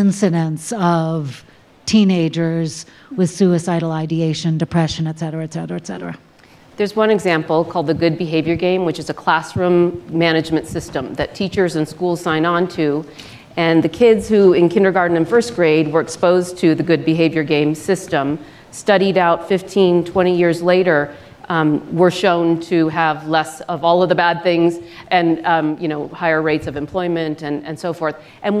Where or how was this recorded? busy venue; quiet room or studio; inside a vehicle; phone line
busy venue